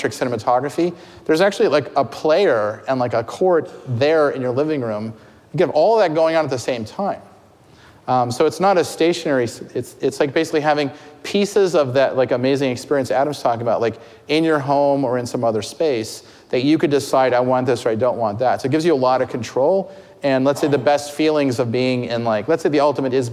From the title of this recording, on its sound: Live at Code Media 2018